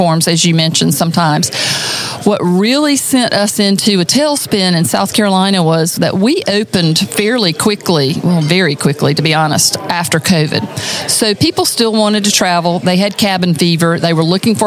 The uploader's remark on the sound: This interview took place at the 2023 South Carolina Restaurant & Lodging Association's Marketing and Operations Conference in Greenville, SC.